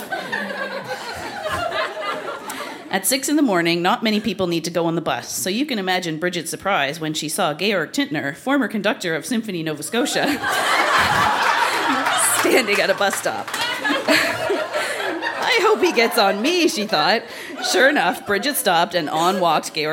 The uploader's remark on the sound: Recorded live at The Company House in Halifax.